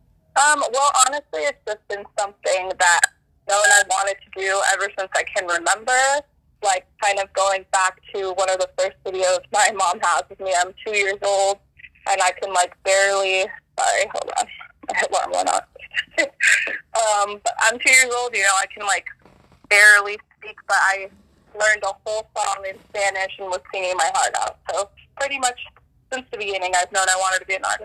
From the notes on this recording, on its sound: Phone interview